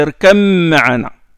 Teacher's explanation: il a fait l'élision entre le ba et le mim